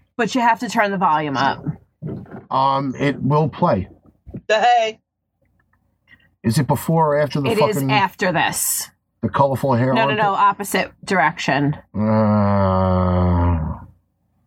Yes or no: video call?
yes